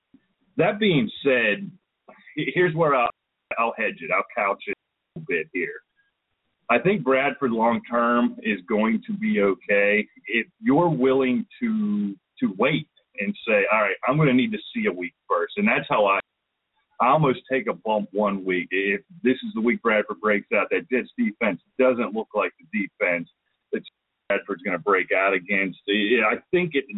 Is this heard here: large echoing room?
no